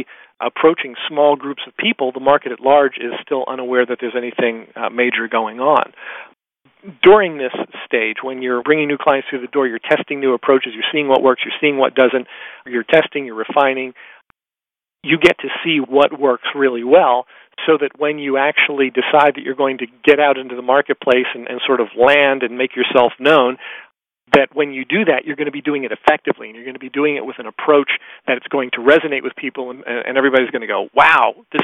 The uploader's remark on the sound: Excerpt from a live Top Secrets teleconference.